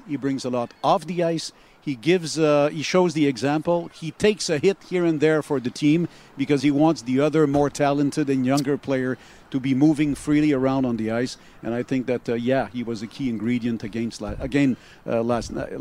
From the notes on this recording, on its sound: live from outside the CHOM window